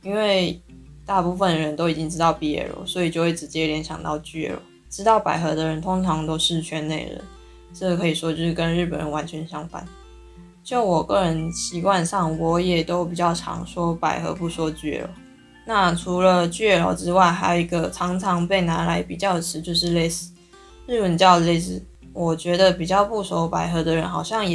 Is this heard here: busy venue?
no